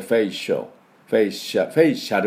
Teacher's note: A をほとんど発音しません。これも半母音か、ま、全く発音しなくてもいいぐらいです。